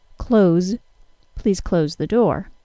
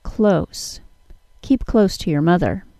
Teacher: you should be pronouncing the verb, C-L-O-S-E, with a Z sound · Shown in: first take